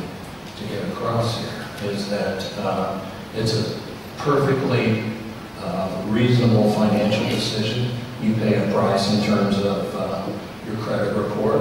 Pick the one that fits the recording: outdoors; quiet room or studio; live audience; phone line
live audience